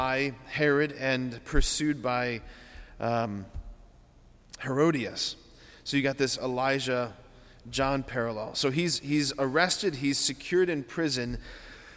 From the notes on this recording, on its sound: preached this homily on August 29, 2023 at Sacred Heart of Jesus Catholic Church in Wadsworth, OH